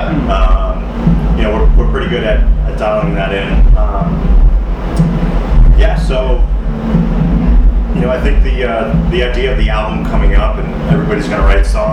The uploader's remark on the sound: This interview was conducted by NEPA Scene at the Vans Warped Tour at The Pavilion at Montage Mountain in Scranton on July 10, 2017.